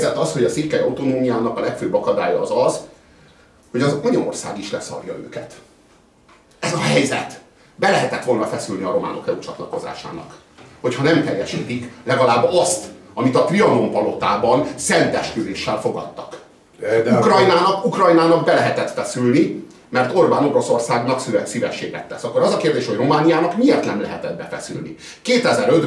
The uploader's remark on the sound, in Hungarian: amelyet ezúttal már közönség előtt szerveztünk meg.